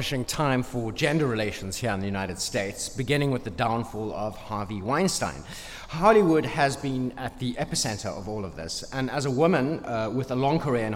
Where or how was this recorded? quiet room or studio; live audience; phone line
live audience